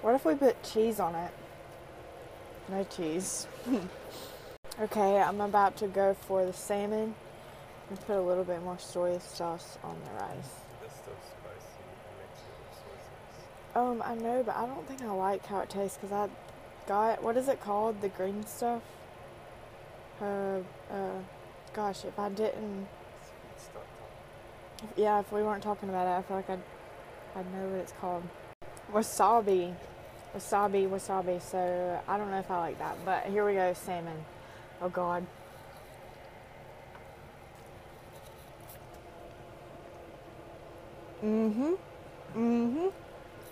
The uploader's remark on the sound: Today's episode has a lot of mess ups and screw ups in recording/audio!